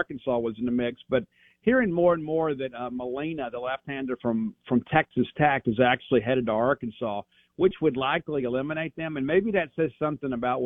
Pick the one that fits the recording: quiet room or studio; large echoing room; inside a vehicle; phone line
phone line